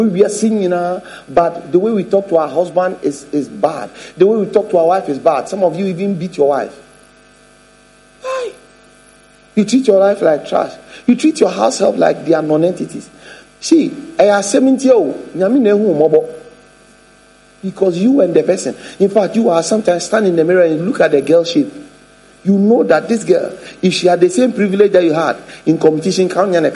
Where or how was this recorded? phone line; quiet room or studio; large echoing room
large echoing room